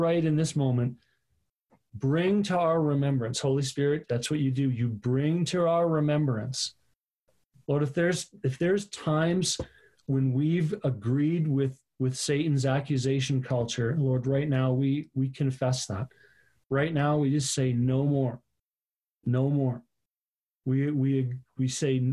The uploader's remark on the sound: Live on zoom for our September Online Gathering.